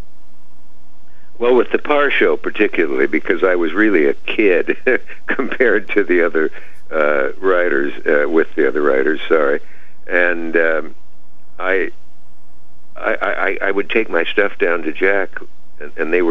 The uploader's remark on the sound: called in to talk